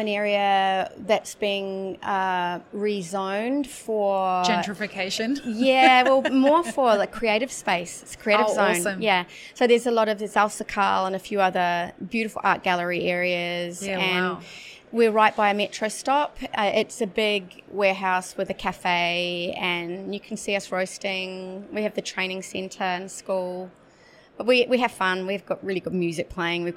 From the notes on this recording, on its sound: WOC Dubai 2023. Live series from World of Coffee Dubai. Joined us live as the official podcast partners for World of Coffee Dubai, and recorded podcast episodes from the show floor.